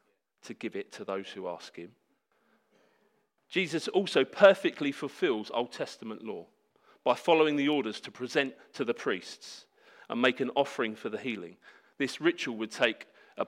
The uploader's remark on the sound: Sermon preached at Hope Church Sevenoaks UK